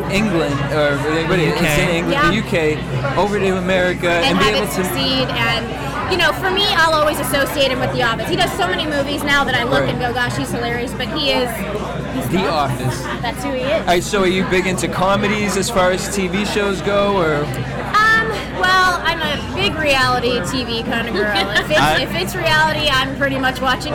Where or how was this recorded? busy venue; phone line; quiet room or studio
busy venue